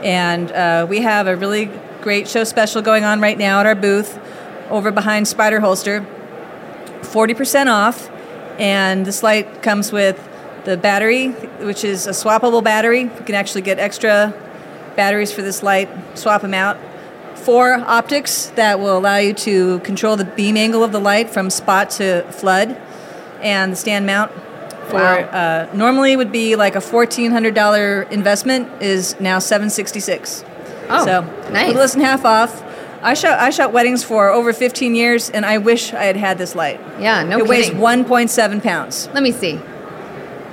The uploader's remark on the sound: Live From WPPI 2023! Hosted a series of LIVE podcasts on the WPPI stage.